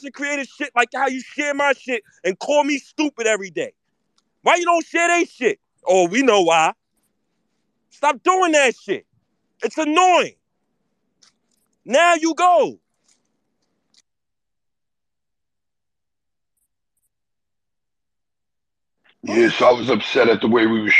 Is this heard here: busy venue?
no